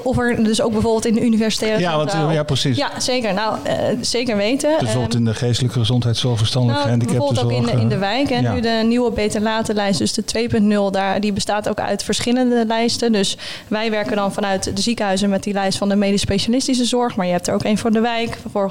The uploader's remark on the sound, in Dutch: De podcast is de eerste van een zesdelige serie die werd opgenomen tijdens het kennisfestival Bruis op 14 juni.